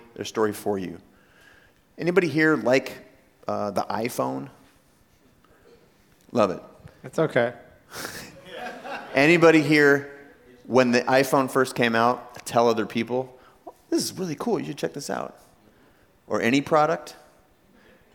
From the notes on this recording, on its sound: Today you’re joining me in Jamaica where I gave a keynote to rising stars; part of Richard Branson’s Center for Entrepreneurship. Getting to hear from 3 different entrepreneurs on stage.